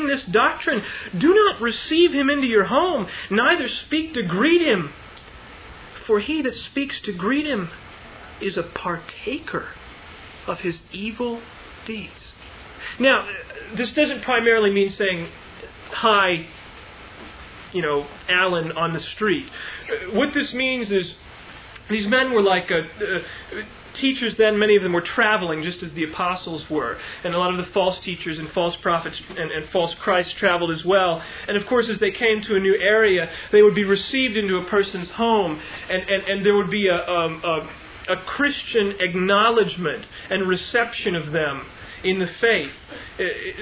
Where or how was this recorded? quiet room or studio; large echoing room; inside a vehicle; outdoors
large echoing room